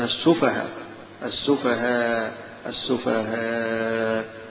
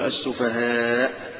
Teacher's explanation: يمدها يمد الألف، يقف عليها كألف، يبدل الهمزة ألفا · Shown in: first take